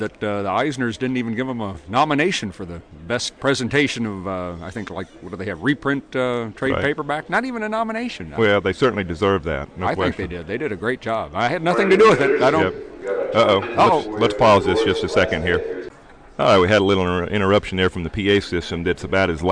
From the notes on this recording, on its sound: We are “live” from Heroes Con 2007 for day 3!